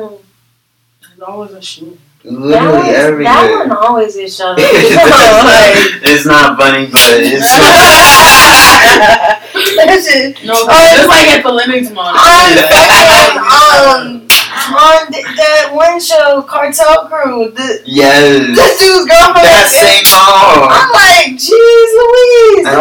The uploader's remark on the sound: Please bare with us as we use our new software for our podcast. Please ignore any audio errors.